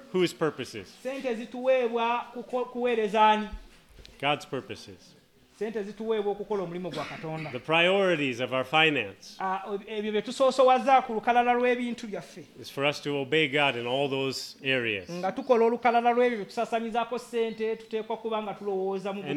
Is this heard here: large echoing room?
yes